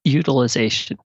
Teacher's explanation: My Y starts with a glottal stop